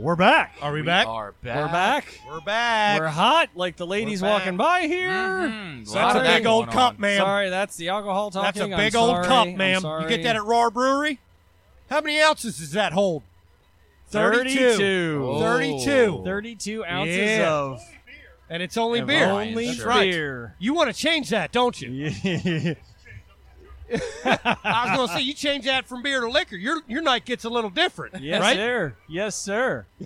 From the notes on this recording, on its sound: Live from The Downtown GrooveFEST in Cambridge MD